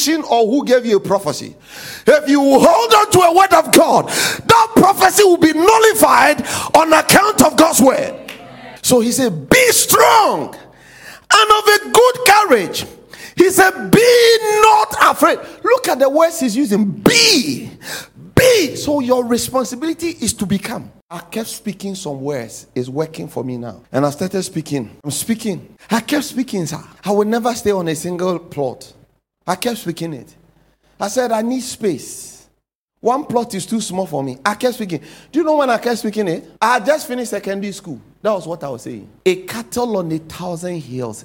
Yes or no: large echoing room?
yes